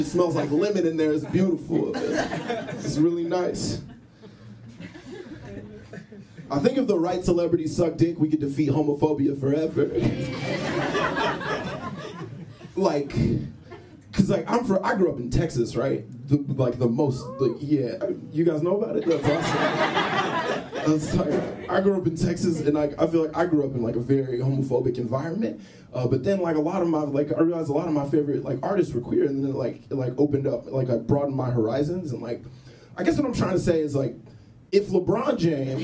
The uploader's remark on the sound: Live Show: Cruella Retelling. Our live show!